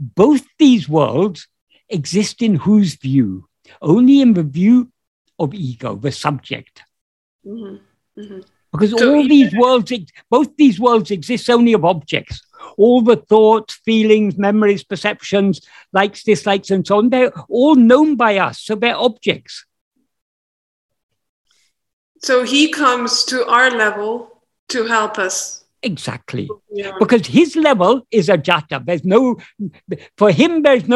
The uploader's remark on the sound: In a Zoom meeting with Sri Ramana Center, Houston